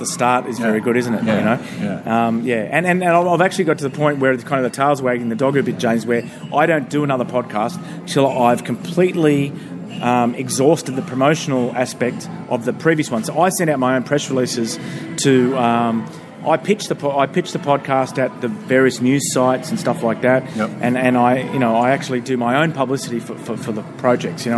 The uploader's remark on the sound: at the Hilton Hotel in Manchester (the quietest place we could find near the station)